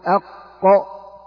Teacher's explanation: فالقاف تخرج من أقصى اللسان مع ما يحاذي من الحنك الأعلى، تقول أق، هذا حرف الإيه؟ · Term: حرف القاف